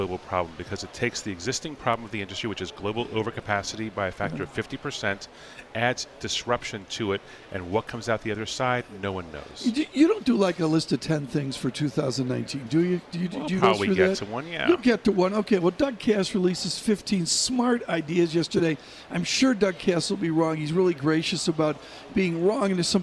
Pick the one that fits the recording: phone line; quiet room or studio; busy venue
busy venue